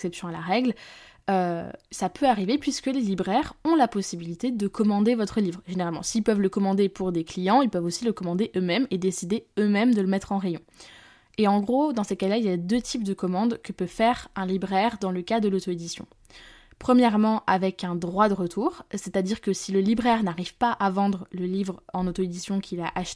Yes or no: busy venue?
no